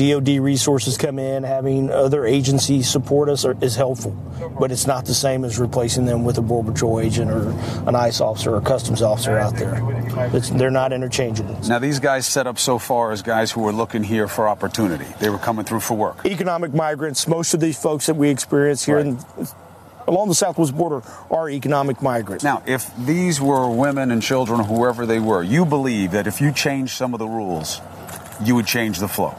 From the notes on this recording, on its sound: Live from the Southern Border. Speaks with border patrol agents, and migrants live from Hidalgo, TX.